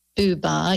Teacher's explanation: when you say Buba, your mouth is making more rounded shapes